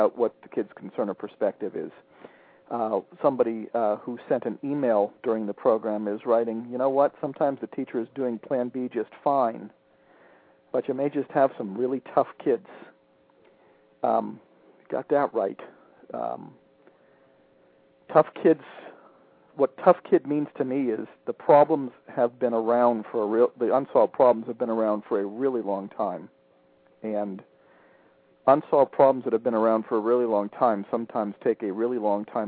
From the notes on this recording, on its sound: Spent some time with a classroom teacher who called.